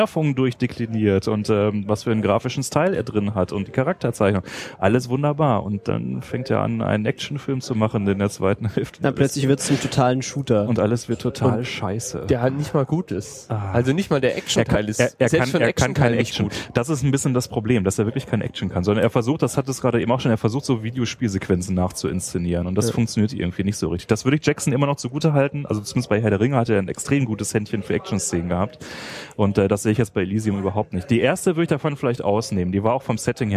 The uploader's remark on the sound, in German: dieser auf dem 30C3 aufgezeichneten Sendung